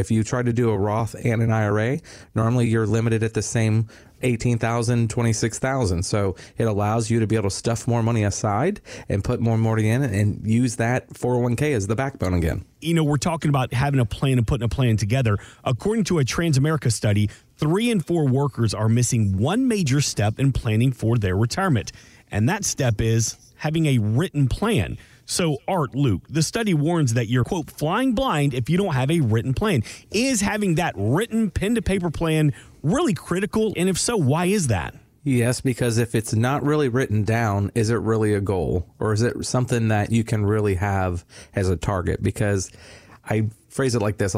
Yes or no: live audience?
no